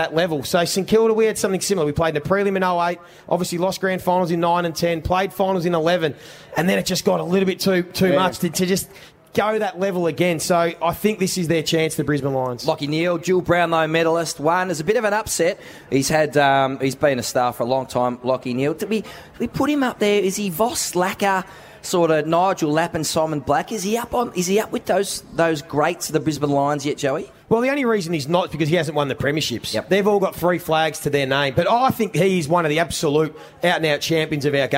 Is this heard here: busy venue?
yes